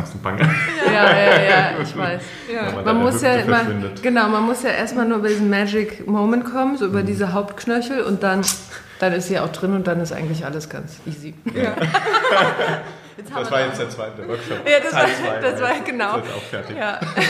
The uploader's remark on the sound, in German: live vom Hurenkongress